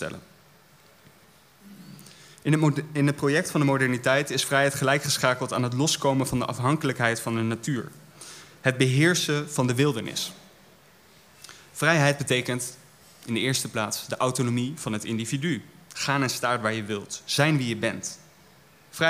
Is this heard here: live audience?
yes